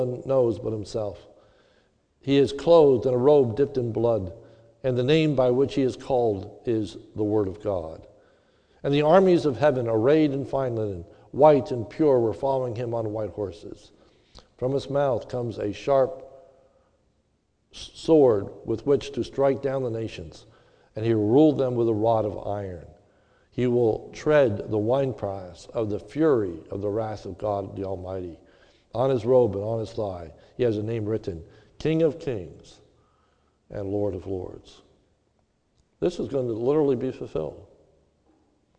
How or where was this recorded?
large echoing room